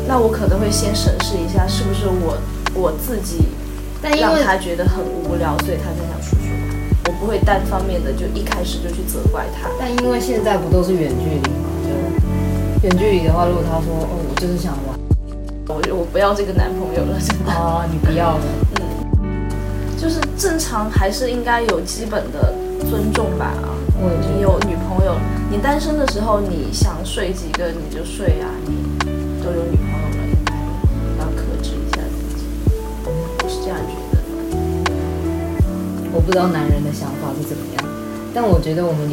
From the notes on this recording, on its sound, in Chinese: 因為我們的錄音設備和環境太差。周圍雜音會太明顯。